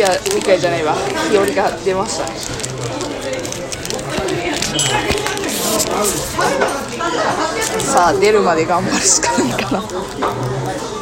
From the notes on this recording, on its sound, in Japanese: 雑音がいつにも増して多めでわかりにくい音声で申し訳ありません